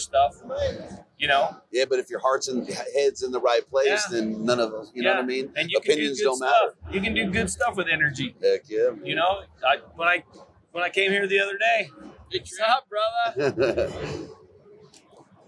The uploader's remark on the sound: Live From the Initial Ascent Booth at Hunt Expo 2020. Live from Hunt Expo 2020 at the Initial Ascent Mountain Dude table.